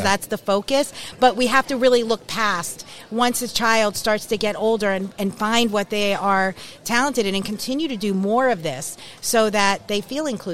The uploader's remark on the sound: It's a live event recording. As The Launchcast crashes the Special Olympics Northeast Long Island Regional Spring Games in our hometown of Farmingdale, New York! We set up our show in Media Row.